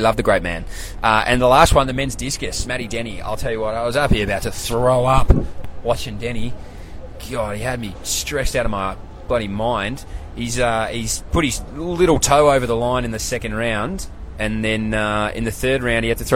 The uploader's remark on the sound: LIVE FROM THE WORLD CHAMPS